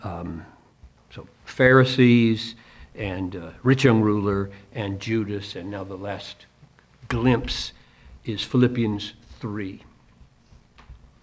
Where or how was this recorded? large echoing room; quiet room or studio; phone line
large echoing room